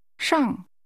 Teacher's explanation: This is pronounced with a falling tone.